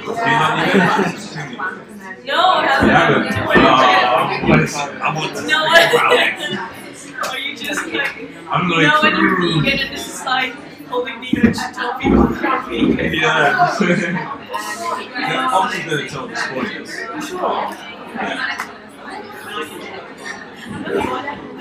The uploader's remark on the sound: LIVE EVENT _ Trending: Now + Next at Kalifornia Kitchen. The audio for this episode is taken from the Model Me event we did at Kalifornia Kitchen.